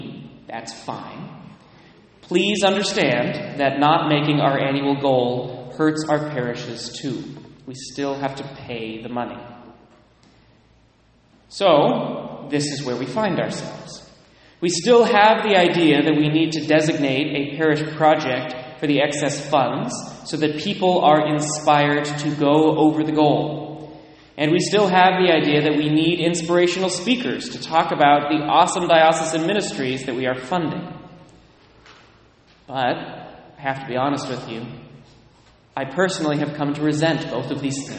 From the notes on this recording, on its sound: Delivered at various churches on various weekends